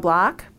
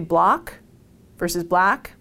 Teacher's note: I would say block versus black. It's subtle, but it's there. That's the northern city's vowel shift.